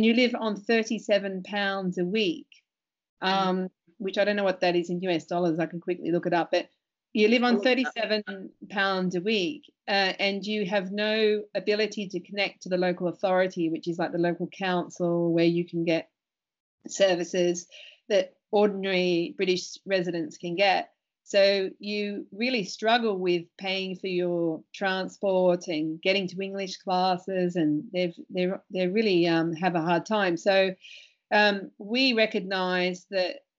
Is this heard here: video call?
yes